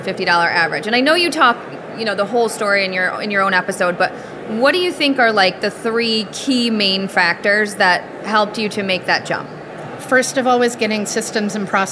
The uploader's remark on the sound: Live From WPPI 2023! Hosted a series of LIVE podcasts on the WPPI stage.